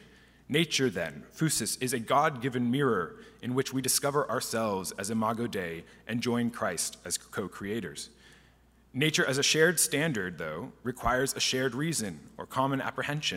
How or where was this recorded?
live audience